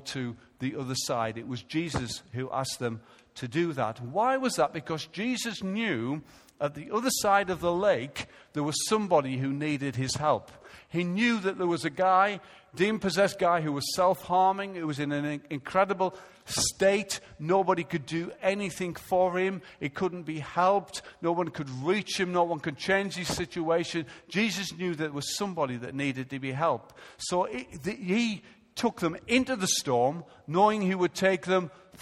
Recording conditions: large echoing room